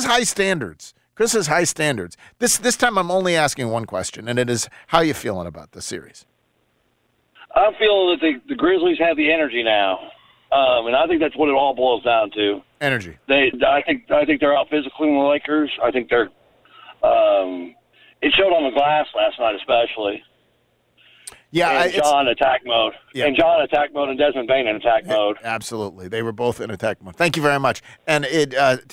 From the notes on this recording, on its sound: Invites callers to give their best … takes on who will win Game 6.